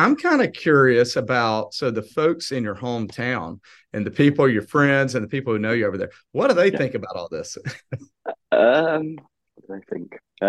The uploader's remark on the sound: We travel over the pond via Zoom to meet England's greatest Auburn fan. More than 4,100 miles and an ocean away.